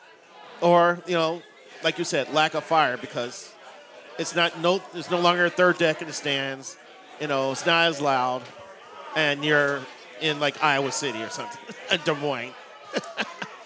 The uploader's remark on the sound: Live at O'Donovan's near Target Field